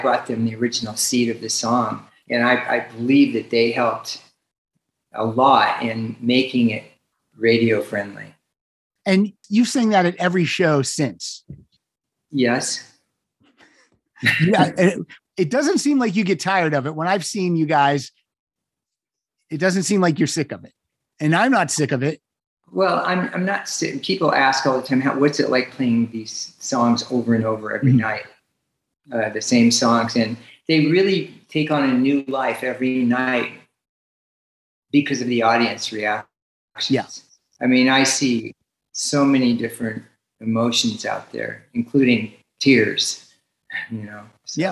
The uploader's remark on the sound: To the Zoom Room.